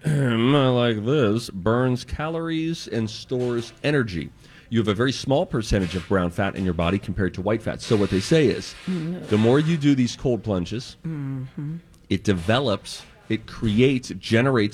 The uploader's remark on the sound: On Location at Popped Corn in Minnetonka